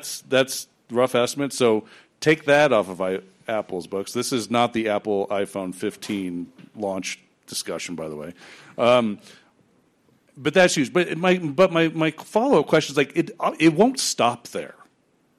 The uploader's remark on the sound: In this week's long form we air the panel conversation from the Precious Metals Summit in Beaver Creek.